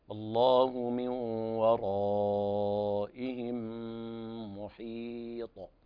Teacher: الراء تفخم بنفس المقدار من أول المد إلى منتهى بنفس درجة التفخيم